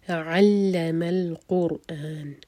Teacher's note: لام پر شدہ، لام سٹرانگ، قر را ساکن ہیوی اور پھر حمزہ پر کٹ آف ساؤن. قرآن.